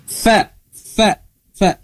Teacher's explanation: tapi logat fa bahasa Arab itu digigit · Term: huruf fa